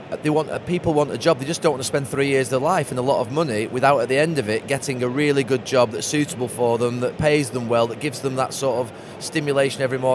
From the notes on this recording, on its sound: recorded in partnership with Microsoft from their Future Decoded event in ExCeL, London